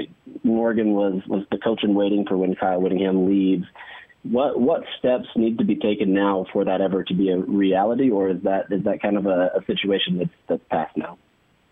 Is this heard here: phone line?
yes